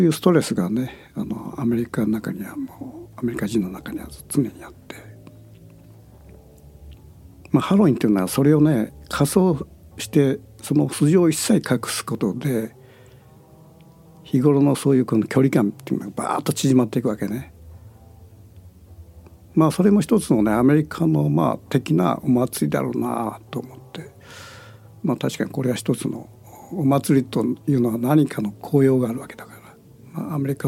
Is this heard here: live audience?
no